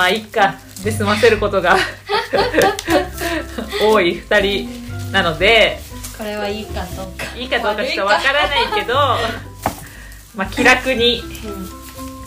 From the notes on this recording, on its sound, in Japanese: ニンニクの皮を剥く作業を行いながら、収録しているので、皮を剥く音も入ってます…